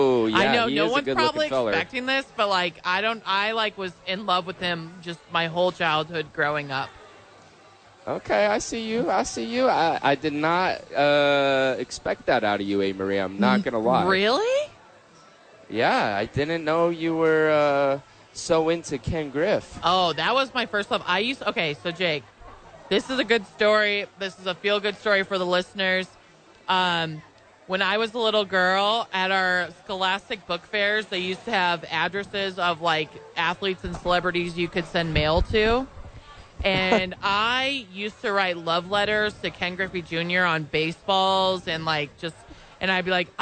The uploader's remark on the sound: live from Top Golf for YMCA Charity Event